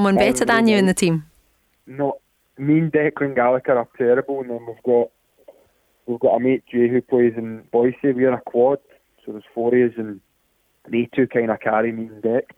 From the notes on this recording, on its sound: join the team on the phone